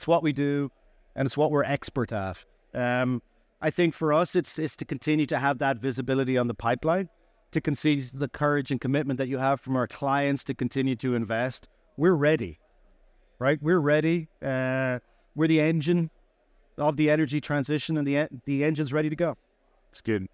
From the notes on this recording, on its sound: Recorded live at ADIPEC 2023